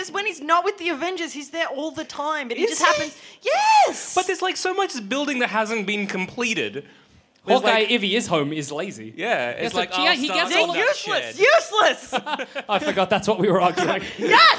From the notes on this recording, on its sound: Recorded at the Eureka Hotel in Melbourne in 2016.